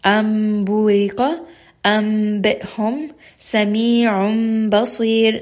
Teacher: You are going to change the noon sound into the sound of a meem. Why? Because the sound of the meem and the sound of the ba come from the same exact spot. · Term: iqlab